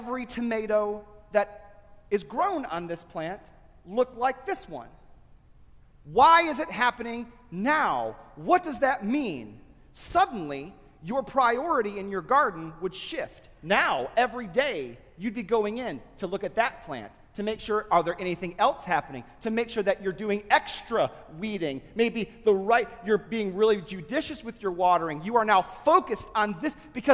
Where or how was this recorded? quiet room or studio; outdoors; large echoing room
large echoing room